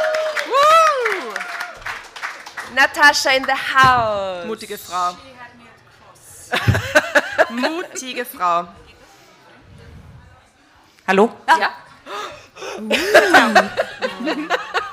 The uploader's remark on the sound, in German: Livemitschnitt Releaseparty. Bei dieser Geschichte handelt es sich um einen Livemitschnitt von unserer Drama-Carbonara-Releaseparty, bei der via Open Mic das Publikum mit uns lesen konnte.